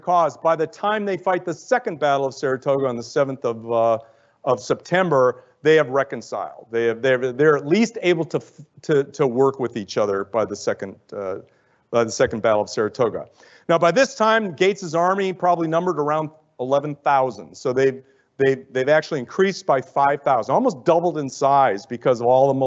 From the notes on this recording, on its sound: Lecture at the USAHEC.